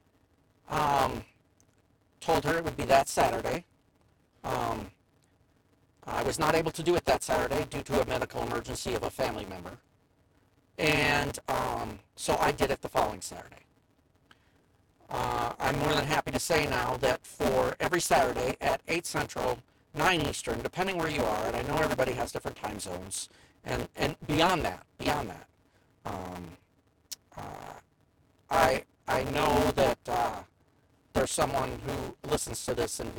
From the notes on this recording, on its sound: We truly apologize for the quality of the recording of Part.